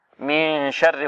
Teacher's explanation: هنا إخفاء، أخفينا النون عند ماذا؟ عند الشين.